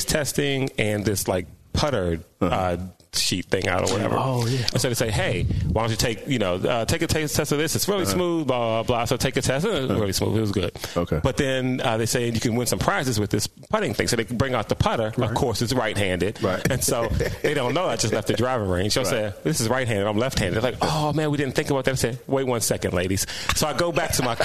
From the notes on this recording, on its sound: Recorded from Glendale Golf Club and shared their thoughts on the course.